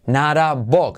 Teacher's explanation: Not a se convierte en nara. T como R suave, semiclave.